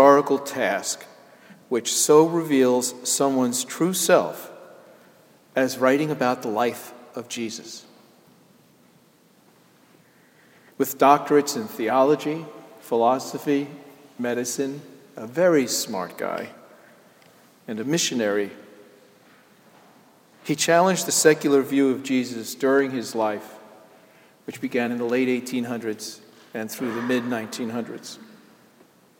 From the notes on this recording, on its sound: Sermon Delivered on Easter Sunday, Jan Hus Presbyterian Church and Neighborhood House, NYC